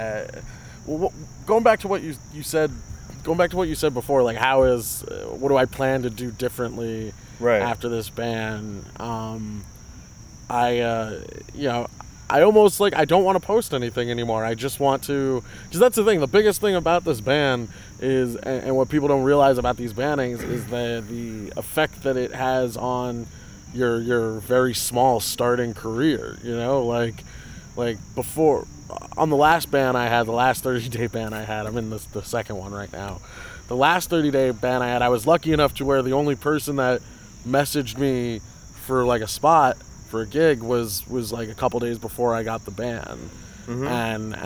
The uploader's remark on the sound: This is the last episode I'm doing outside I promise. Too much ambient sound, really annoying.